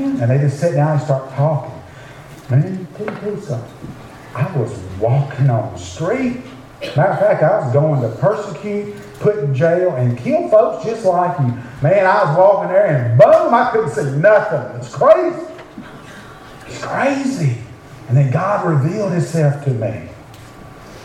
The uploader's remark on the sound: preach at Beaver Baptist Church in Brighton